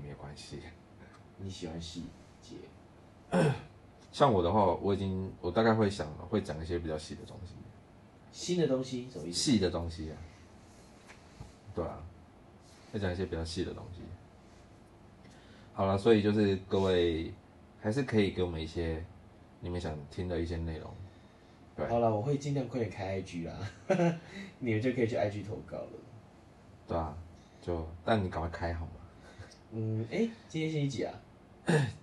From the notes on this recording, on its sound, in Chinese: 什麼是完全沒有準備，隨便躺著站著錄音，然後還亂收音。